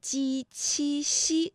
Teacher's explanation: 好友清代著名诗人袁枚。那由此随园诗画当中便有了汪伦和李白的身影。好，讲到这里呢，我们也想稍微的休息一下哈，和大家分享一下今天的语音知识点。我们今天呢学习的是鸡、七、西这三个声母的发音呢，专业的说法呀就是舌面的前部和硬腭的前部接触或者是接近构成了阻碍啊。那比如说呢，我们可以这么来理解，就是我们的气流呢从后面往前发的时候啊，这个硬腭前部和舌面前部构成了一个阻塞，然后呢这个慢慢的这个阻塞又离开了，气流呢就从窄缝当中挤出来，那摩擦成声，声带呢是不颤动的。其实我们读这个鸡七夕的时候呢也不是完全的一样哈，比如说大家读鸡的时候，这个气流呢和读七的时候呢感觉到明显的不一样，因为读七的时候会觉得要用力喷一口气。那另外呢，就是我们注意一下，从书写上呢，鸡七夕和鱼相拼的时候，鱼上的两点要省略哈，也要分辨一下，这时候我们的韵母到底是鱼还是